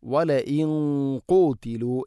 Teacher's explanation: നൂനിനെ അല്പം കനപ്പിക്കണം, കാരണം ഖാഫ് സ്വരഭാരത്തിൽ ഉച്ചരിക്കേണ്ട അക്ഷരമാണ്. അതുകൊണ്ട് തന്നെ വലഇൻ ഖൂതിലു എന്ന് പറയണം.